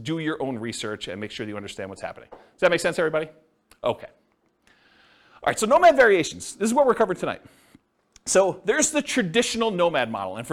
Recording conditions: live audience